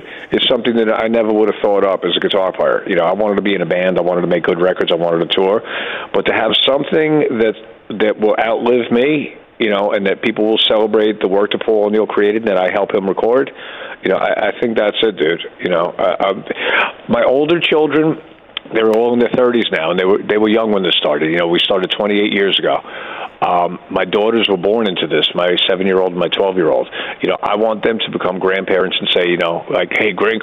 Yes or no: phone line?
yes